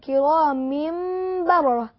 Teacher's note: لان هنا في اقلاب فلا بد من اطباق الشفتين. الاقلاب يعني التحويل، نحول النون لميم